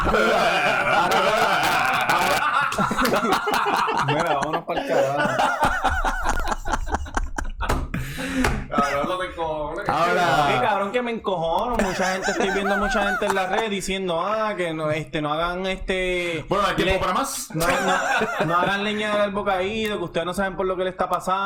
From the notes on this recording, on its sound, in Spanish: (audio distorsionado). Por problemas técnicos el audio se escucha un poco distorcionado.